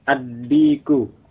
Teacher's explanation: Dikun menjadi ad-diku. Lamnya masuk ke huruf dal, huruf yang sesudahnya.